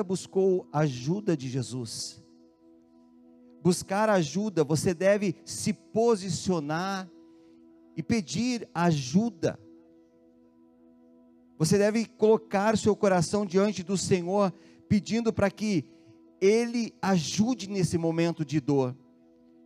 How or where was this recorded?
large echoing room